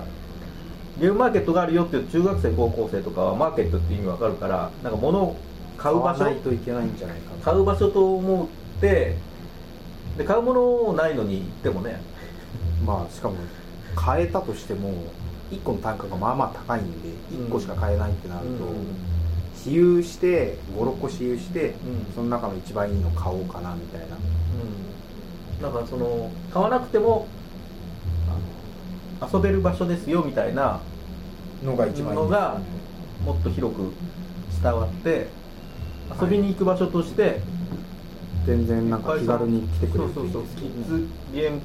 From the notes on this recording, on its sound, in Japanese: １月に録音したものです。音質が悪く聞き取りづらいかと思いますがご容赦ください。